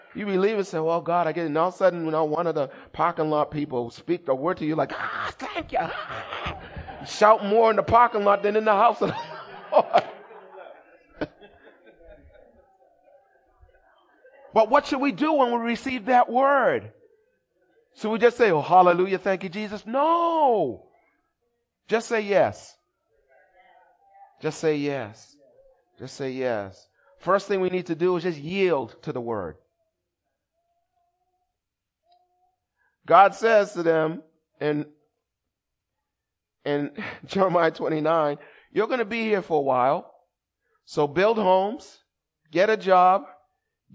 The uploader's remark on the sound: Recorded at the 8:30am Service on 2017-04-30.